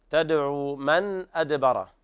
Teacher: إظهار حلقي لوقوع الهمزة بعد النون الساكنة